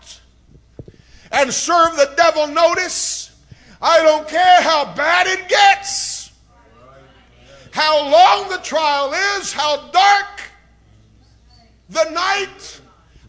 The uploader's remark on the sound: preached at FPC of Sulphur, LA